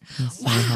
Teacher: Owen Wilson gets all the credit for that breathy wow